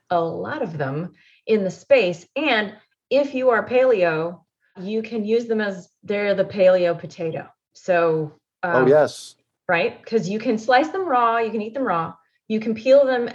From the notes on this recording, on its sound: Has a relaxed conversation in a Zoom room with a special guest to cover useful gardening topics, and they answer questions from the live listening audience.